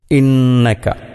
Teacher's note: ഇന്നക, അവിടെ സുക്കൂനുള്ള നൂനിനെ മണിച്ചുകൊണ്ട് ഓതണം